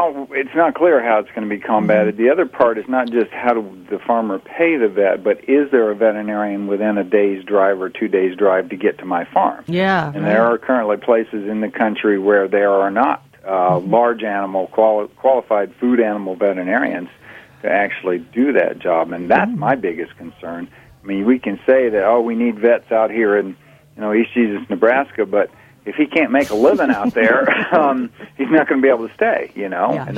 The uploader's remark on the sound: talks with us over the phone